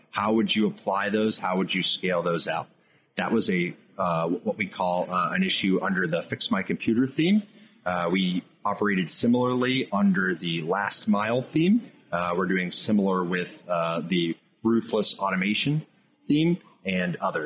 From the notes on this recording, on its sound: Discussed with us at AFCEA West.